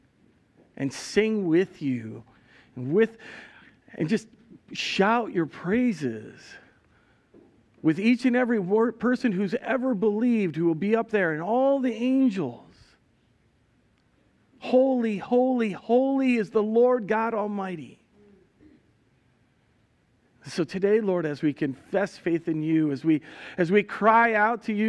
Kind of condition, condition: setting, large echoing room